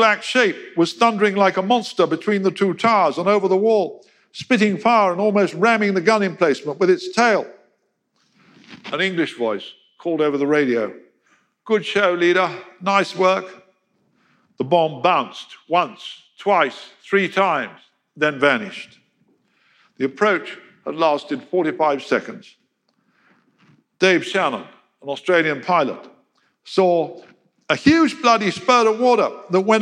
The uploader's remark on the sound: In a lecture he delivered at our 2019 BBC History Magazine History Weekend event in Winchester